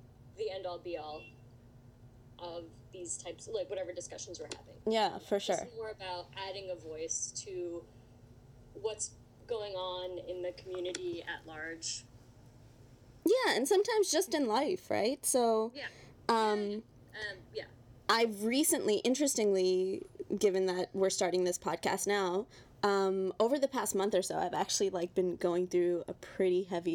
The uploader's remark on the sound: bad sound quality